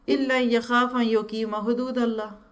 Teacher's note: गलत किया मैंने, मैंने फा अलिफ की अलिफ खा दी